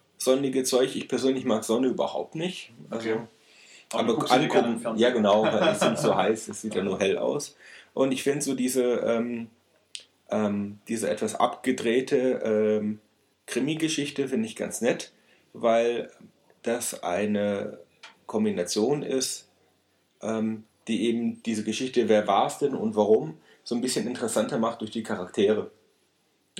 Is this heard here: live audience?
no